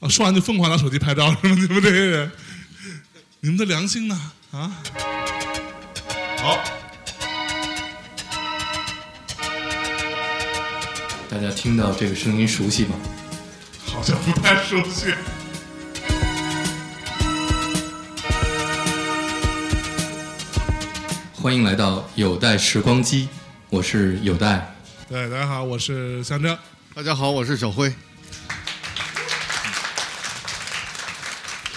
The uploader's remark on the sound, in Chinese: 大内夜现场。九霄俱乐部现场录制的。